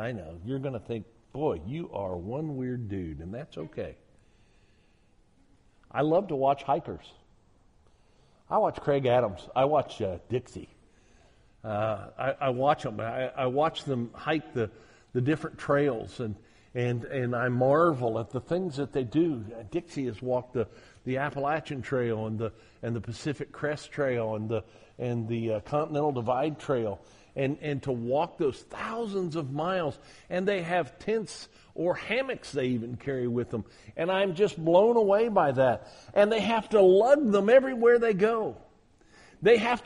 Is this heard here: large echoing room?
yes